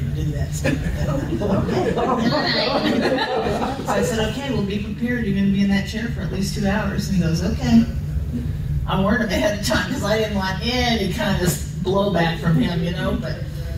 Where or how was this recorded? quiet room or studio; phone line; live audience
live audience